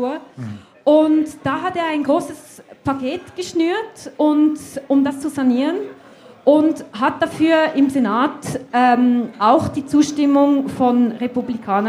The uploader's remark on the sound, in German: Zum ersten Mal in einer Live-Aufzeichnung vor Publikum.